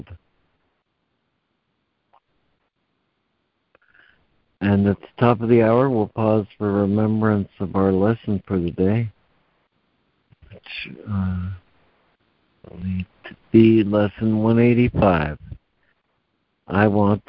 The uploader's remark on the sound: ACIM Daily Conference Call.